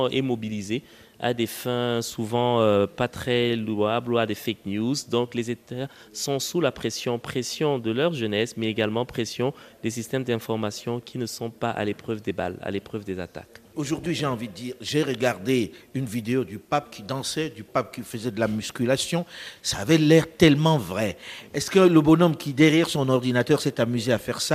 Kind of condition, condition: setting, busy venue